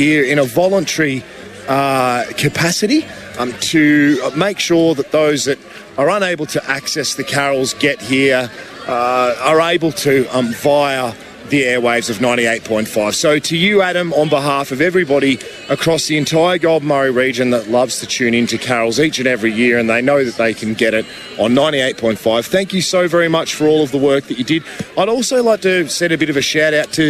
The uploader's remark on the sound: Outside broadcast live at the 2023 Greater Shepparton Carols by Candlelight from the Queens Gardens in Shepparton. Special outside broadcast live at the 2023 Greater Shepparton Carols by Candlelight from the Queens Gardens in Shepparton.